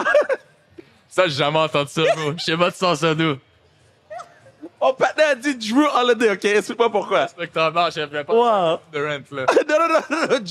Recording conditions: busy venue